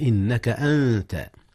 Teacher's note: أخفي النون قبل التاء إذ هي من حروف الإخفاء.